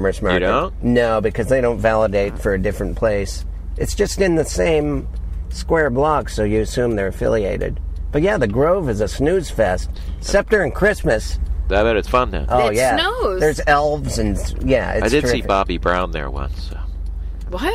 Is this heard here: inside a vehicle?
yes